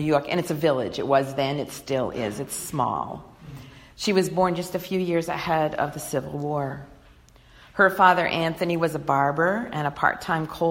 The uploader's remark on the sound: delivered on Sunday, March 1, 2020 at the Unitarian Universalist Congregation in Andover